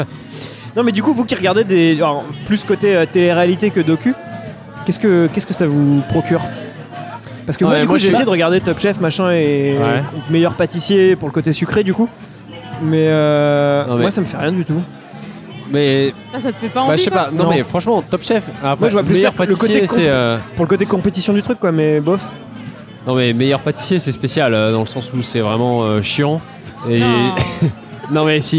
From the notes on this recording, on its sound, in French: épisode enregistré au Café sans nom (Paris 20e)